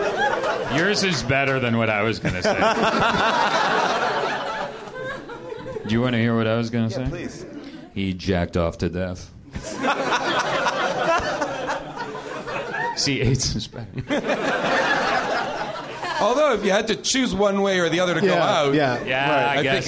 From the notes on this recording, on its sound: Live from the NerdMelt Showroom.